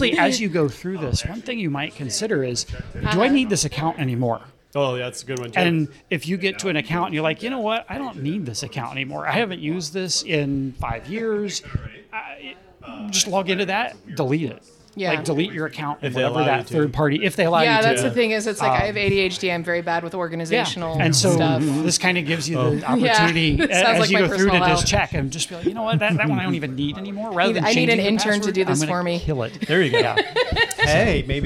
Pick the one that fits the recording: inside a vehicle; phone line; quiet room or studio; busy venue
busy venue